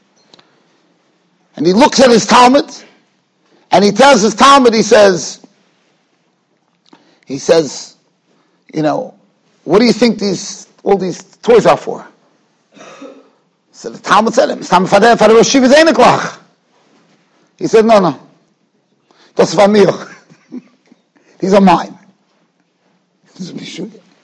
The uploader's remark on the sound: Shiur recorded in Yeshivas Ohr Reuven, Monsey, NY.